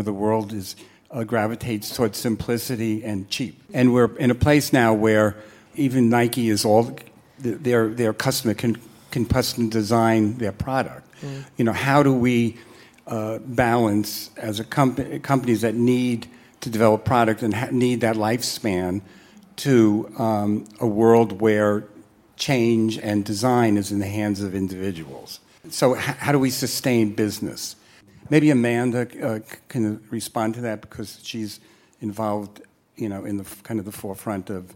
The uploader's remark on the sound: Taped live at a Be Original Americas event in Los Angeles. We conducted 6 lightning round interviews with leaders in different areas of design and architecture.